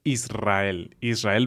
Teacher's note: prácticamente es un sonido de dos R's, realmente